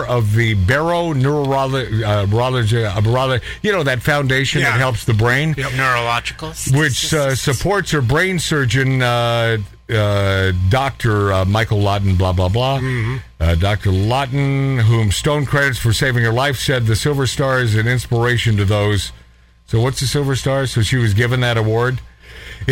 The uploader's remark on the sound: A Ribald, unplanned phone call